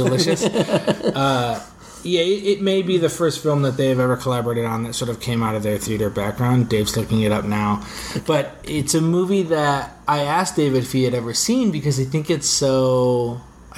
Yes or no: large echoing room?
no